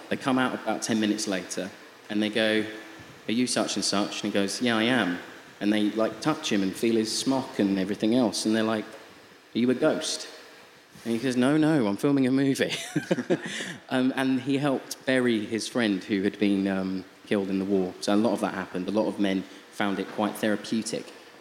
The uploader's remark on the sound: We Have Ways Festival 2023. We recently gave a talk at the fantastic 'We Have Ways of Making You Talk' podcast Festival.